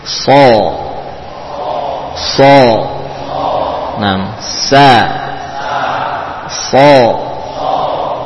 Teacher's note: Sifat isti'la, ya, isti'la atau itbaq. Sama-sama dari ujung lidah yang ditempelkan ke gigi seri bawah dengan sifat safir, ya, safir, hamas, bakhawah.